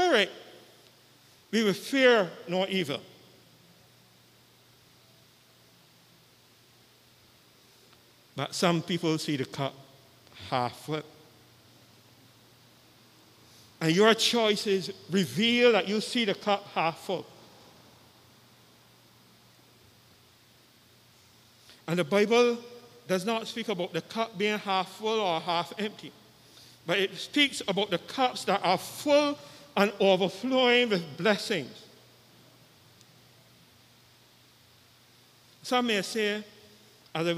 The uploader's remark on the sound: Live with St. John's Episcopal Church Service U.S.V.I 4th Easter Sunday